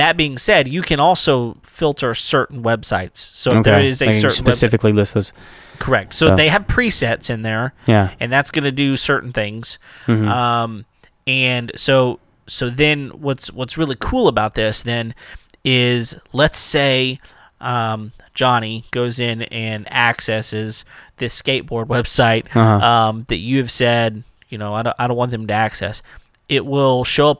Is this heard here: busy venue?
no